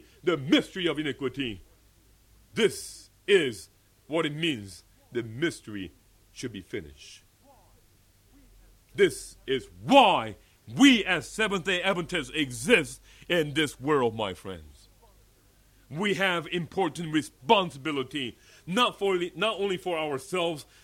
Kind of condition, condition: setting, large echoing room